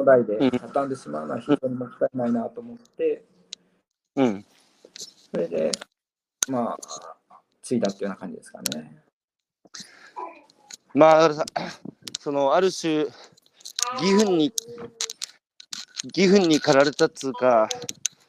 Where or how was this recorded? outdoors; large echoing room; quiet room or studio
outdoors